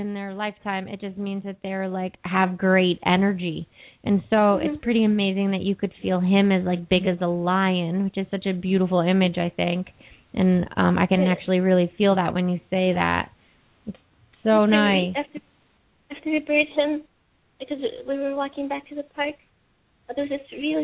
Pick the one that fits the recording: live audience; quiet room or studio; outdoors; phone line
phone line